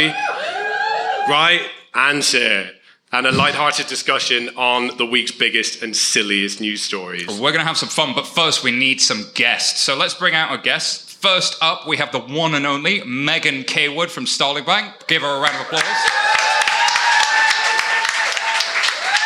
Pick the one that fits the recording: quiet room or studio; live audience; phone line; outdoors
live audience